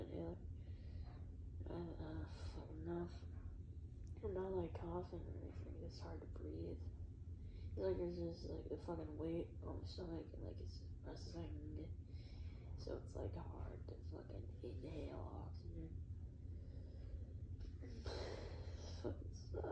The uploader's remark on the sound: especially shitty audio on this one